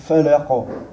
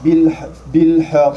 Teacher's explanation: Mais là, comme il y a la shadda, on fait la grosse qalqala. · Shown in: second take